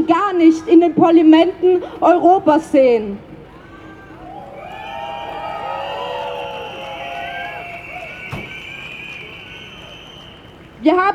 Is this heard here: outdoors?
yes